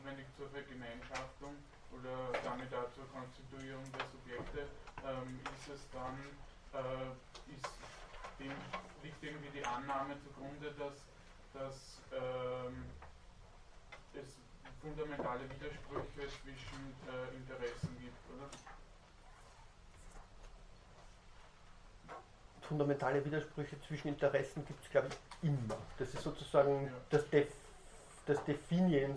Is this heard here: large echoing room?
yes